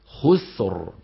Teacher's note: خسر تنطق سين ساكنة وتتبعها براء ساكنة